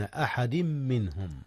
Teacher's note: هنا إدغام يا أستاذنا، أدغم التنوين في الميم بين أحد منهم، منهم إظهار النون قبل الهاء منهم، إذ الهاء من أحرف الحلق.